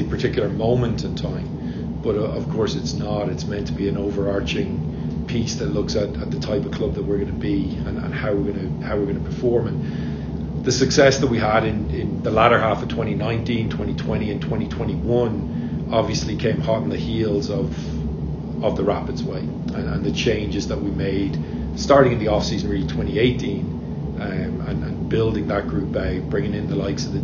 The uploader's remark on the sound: Here's the entire audio from that press conference, unedited.